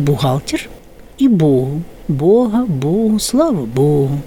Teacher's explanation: у нас есть только два слова, которые мы произносим с «г» фрикативным. Это «бухгалтер» и «богу». · Он так быстро произносится «г» взрывом. А южный и уже ненормативный, он называется фрикативный, то есть щелевой. Мы его как бы можем продлевать даже.